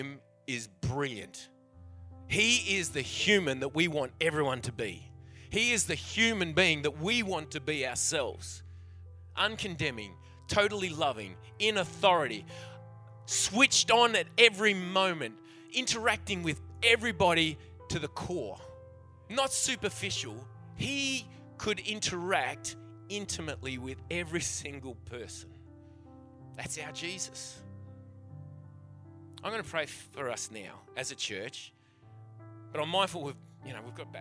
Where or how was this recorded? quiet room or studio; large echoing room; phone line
large echoing room